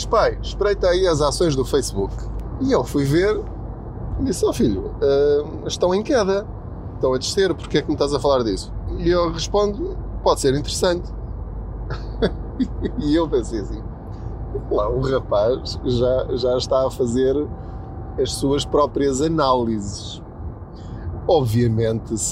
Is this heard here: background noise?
yes